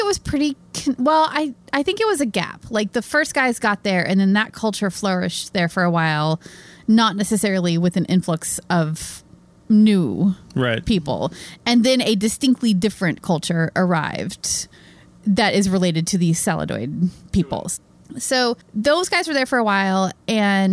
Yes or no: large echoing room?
no